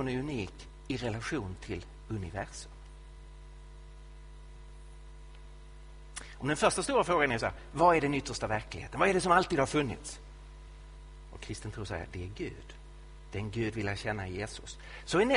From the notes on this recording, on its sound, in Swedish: Inspelad i Betlehemskyrkan i Stockholm